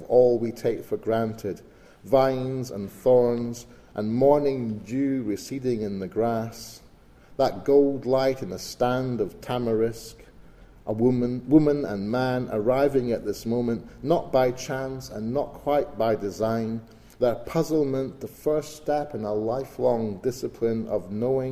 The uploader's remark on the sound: recorded at the National Library of Scotland before an audience